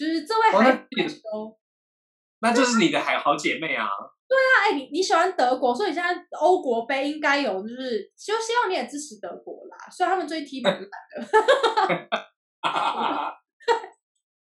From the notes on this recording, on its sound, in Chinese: 本集採遠距錄音，因網路問題，時有斷訊、音訊不良或是雜音狀況產生